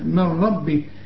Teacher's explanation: النون اللي بعدها الراء إدغام كامل بدون غنة كأن النون غير موجودة